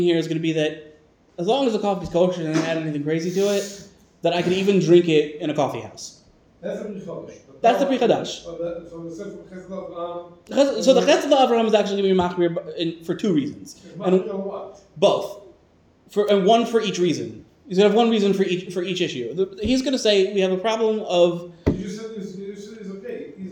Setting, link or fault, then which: setting, live audience